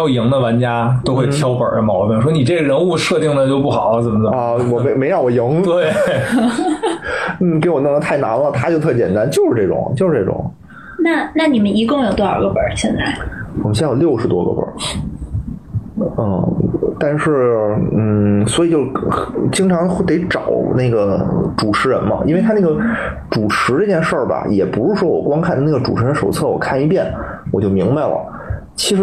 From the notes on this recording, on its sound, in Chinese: 本周加更一期直播节目，音质一般，多担待。